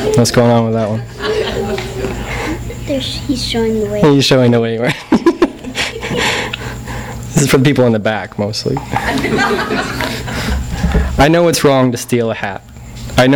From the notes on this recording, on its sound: THIS EVENT WAS RECORDED LIVE AT SKYLIGHT BOOKS